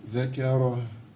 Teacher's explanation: بس خلي بالك ما تشددش الهاء، لأن الهاء ضعيفة، حرف خفي